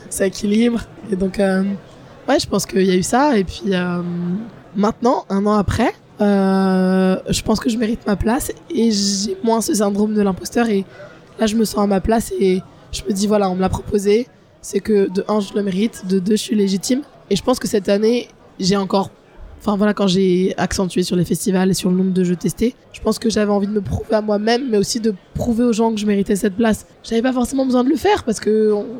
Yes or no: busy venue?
yes